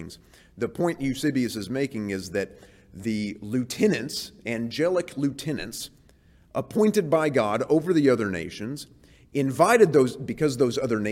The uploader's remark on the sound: This series is presented before a live audience in HCU's Wednesday Chapel service.